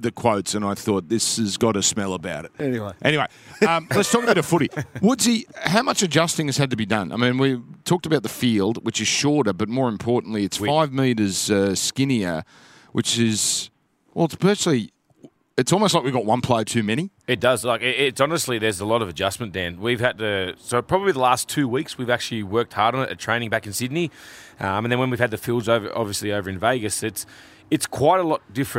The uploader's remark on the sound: We Are Live From Allegiant Stadium.